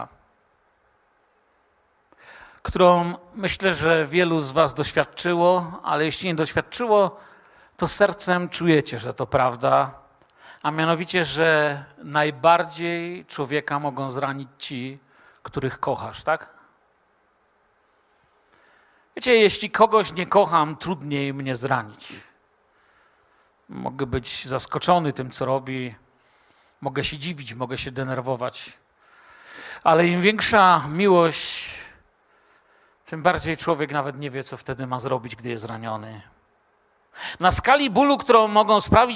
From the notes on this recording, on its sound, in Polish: Wykład został nagrano podczas środowego wieczoru z Bożym Słowem w Kościele „Filadelfia” Bielsko Biała.